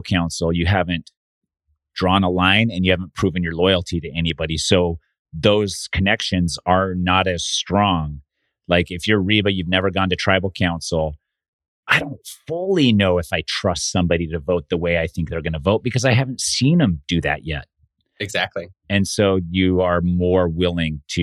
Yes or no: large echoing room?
no